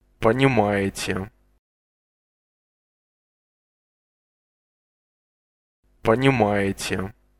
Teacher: it's not a simple sound of N as it would be in English, but rather your tongue is pressed to the very top of your mouth